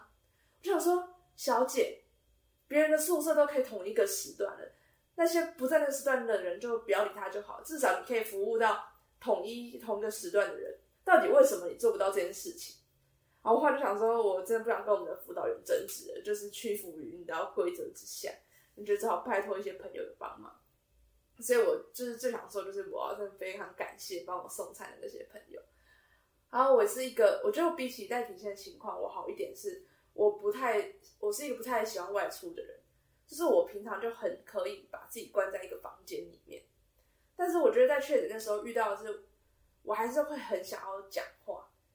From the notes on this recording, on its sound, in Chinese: 音質因無使用麥克風而略有瑕疵。